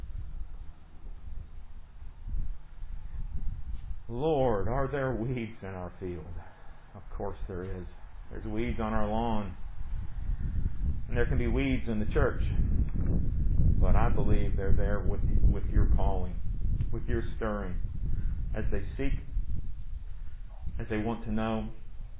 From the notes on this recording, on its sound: Recorded during worship on Sunday, July 19, 2020, under the pavilion